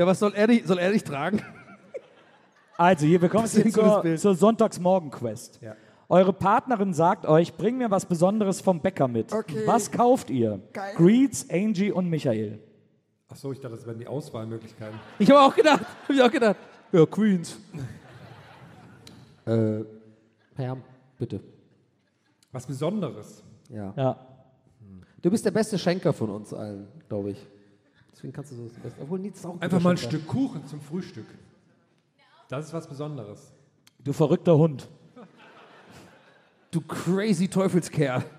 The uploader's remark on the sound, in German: Aufgenommen LIVE in Wiesbaden am 25.10.2021